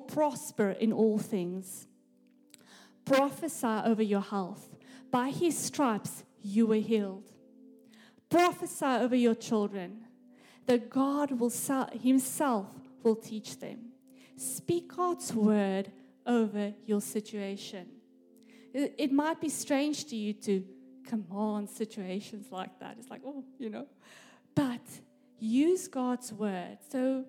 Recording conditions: live audience